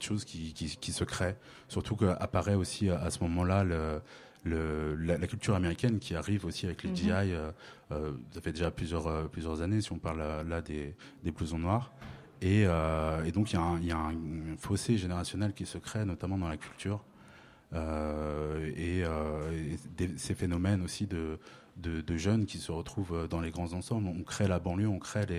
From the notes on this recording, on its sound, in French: Notre émission spéciale consacrée aux bandes de jeunes à Paris est réalisée en direct de la Maison des Métallos.